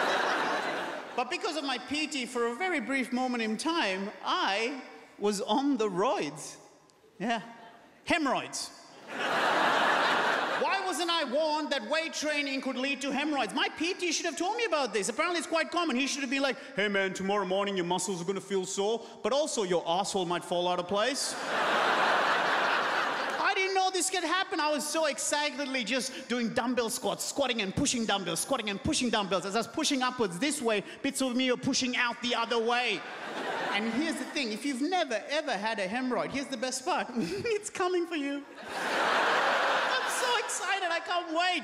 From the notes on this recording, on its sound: 2019 Melbourne Comedy Festival Opening Night Comedy Allstars Supershow. Recorded on Wednesday 27 March at The Palais Theatre.